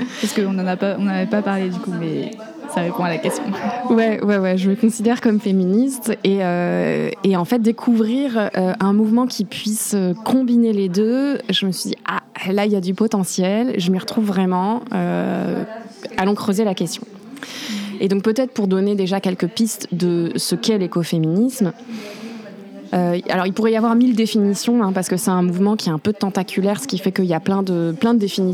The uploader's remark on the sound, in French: On s’est posées à la Maison du Zéro Déchet, un lieu de rencontres et d’initiatives, c’est pour ça d’ailleurs que vous entendrez le bruit et l’animation autour de nous dans cet enregistrement